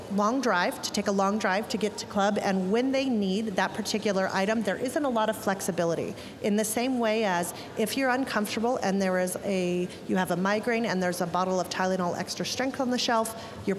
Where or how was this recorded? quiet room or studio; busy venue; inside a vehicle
busy venue